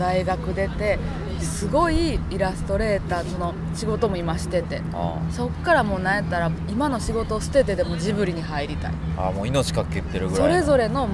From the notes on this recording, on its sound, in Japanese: 屋外での収録ですのでお聞き苦しい点もあるかもしれませんが